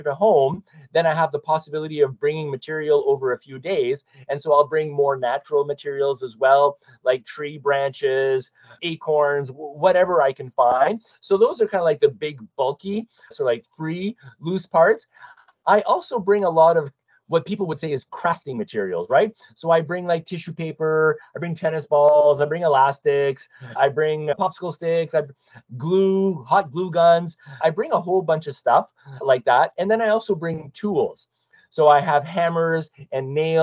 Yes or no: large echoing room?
no